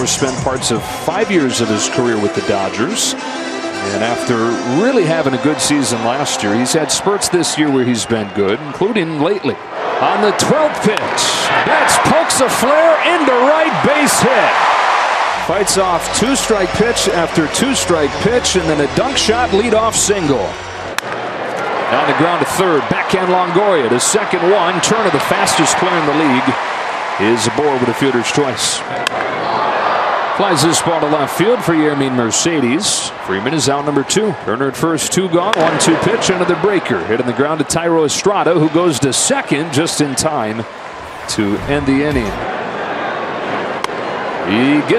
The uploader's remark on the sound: LIVE from #dodgerstadium